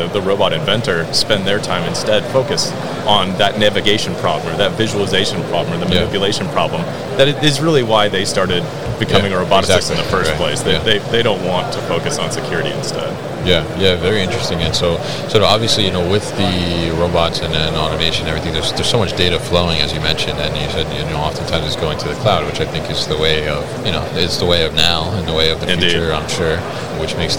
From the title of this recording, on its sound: FORT Robotics at MODEX 2022